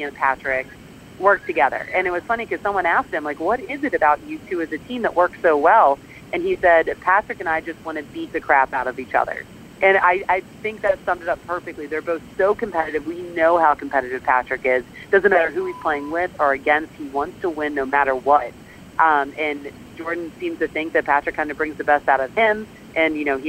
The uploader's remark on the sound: At the Ryder Cup. She has a crazy week ahead of her, but she's never too busy to call in to the Pirate Ship Podcast.